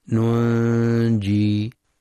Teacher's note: نون ساكنة بعدها جيم، إخفاء حقيقي بغنة مرققة